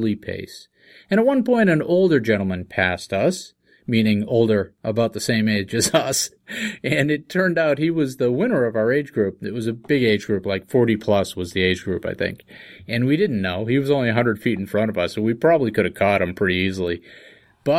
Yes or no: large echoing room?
no